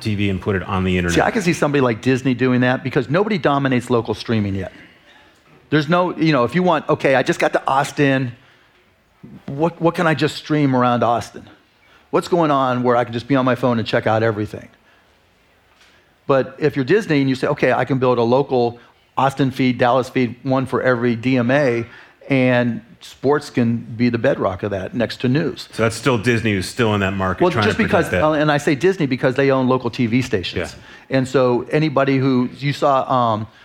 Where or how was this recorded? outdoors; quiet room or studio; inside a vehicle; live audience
live audience